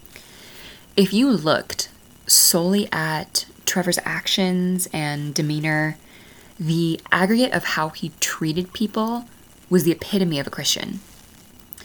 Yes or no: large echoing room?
no